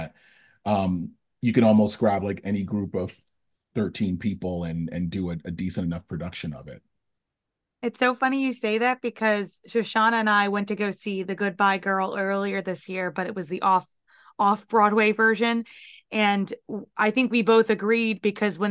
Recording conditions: video call